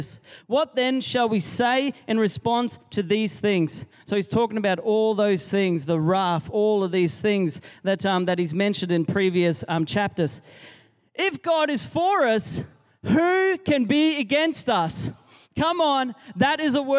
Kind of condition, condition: setting, live audience